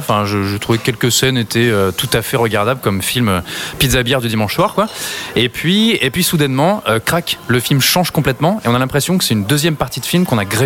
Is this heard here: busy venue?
yes